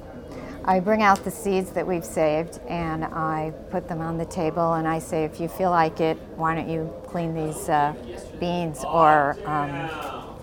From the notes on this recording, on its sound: This story was recorded during our Seed Story Workshop at the Mountain West Seed Summit.